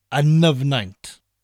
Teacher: I'm sure you've noticed that we run an and Nyfnaint together, so it sounds like one word